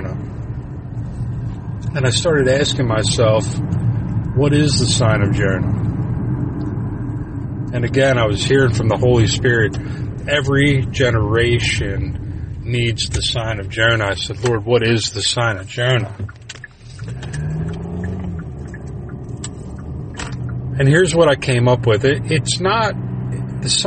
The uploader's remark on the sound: I recorded this in the car while traveling so please disregard the ambient sounds.